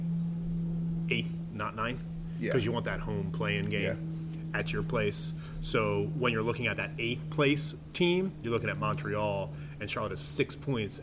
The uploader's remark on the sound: an episode recorded in the heart of Charlotte's iconic Freedom Park.